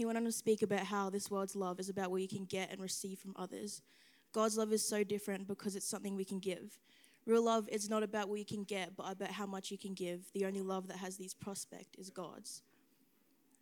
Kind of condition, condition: setting, large echoing room